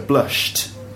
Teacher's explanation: Blush, well, it ends in a sh sound. So, of course, the pronunciation of the ed ending of that word is t.